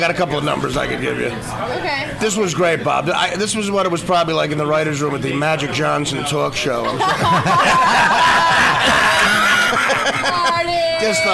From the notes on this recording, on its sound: live broadcast from the Comedy Cellar